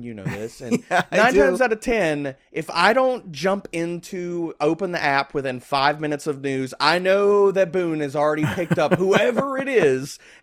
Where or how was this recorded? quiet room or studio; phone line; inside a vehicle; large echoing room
quiet room or studio